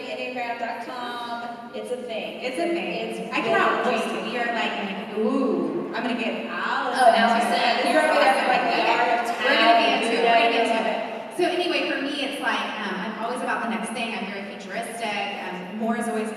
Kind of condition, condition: setting, live audience